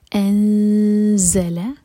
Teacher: اخفا کرتے وقت زا کے لیے زبان تیار کریں گے اور زا بزنگ ساؤنڈ کے ساتھ ہوگا